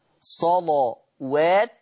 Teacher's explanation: سبب تغليظ لفظ صلوات لأنها مفتوحة اللام ومسبوقة بصاد مفتوحة · Term: تغليظ اللام